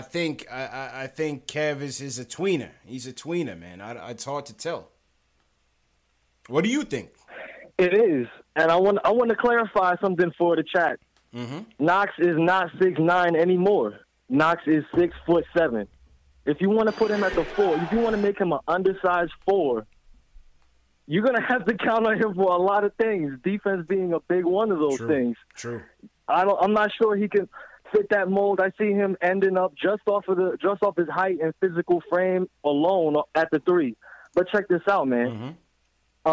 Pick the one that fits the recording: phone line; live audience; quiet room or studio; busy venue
phone line